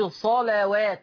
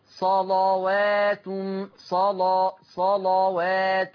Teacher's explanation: ورش يغلظ اللام يعني يفخمها، يغلظ اللام بشرط ان اللام تبقى مفتوحة · Shown in: second take